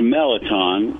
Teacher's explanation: It's pronounced Melaton. If you're actually from Louisiana, it would be French, and so there wouldn't be an R sound.